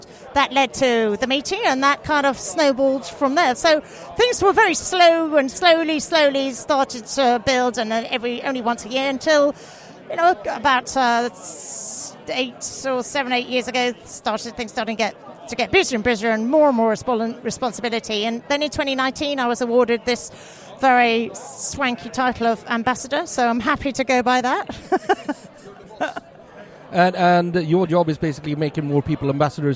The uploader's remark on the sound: Stockholm Beer & Whisky Festival 2023. Set out to the Stockholm Beer and Whisky Festival at it’s new venue.